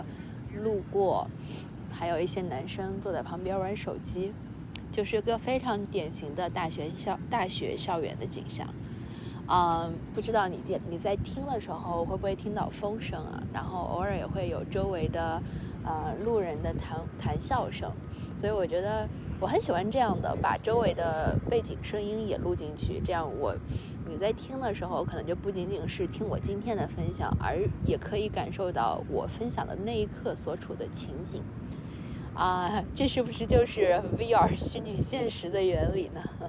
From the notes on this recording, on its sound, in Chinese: 这一集是在学校里草坪上坐着录制的，你可能会听到比较大的风声，不好意思啦。